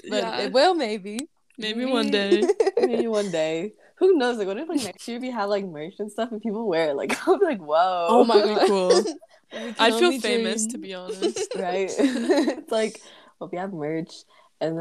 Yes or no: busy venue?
no